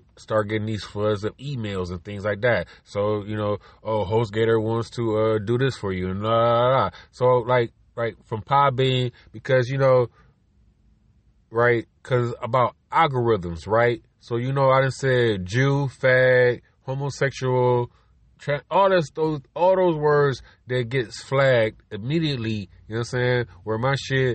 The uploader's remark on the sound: car record in the road